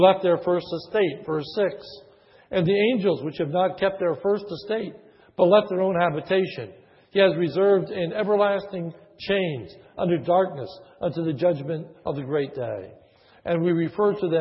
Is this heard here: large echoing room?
yes